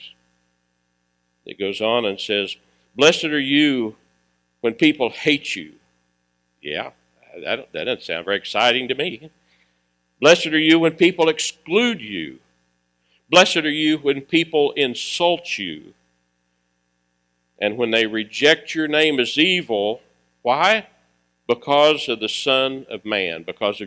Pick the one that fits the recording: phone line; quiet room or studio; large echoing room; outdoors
large echoing room